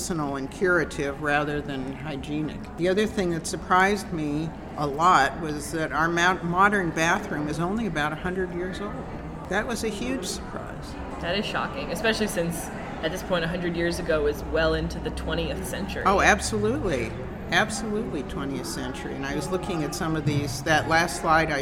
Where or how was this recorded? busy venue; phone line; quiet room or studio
busy venue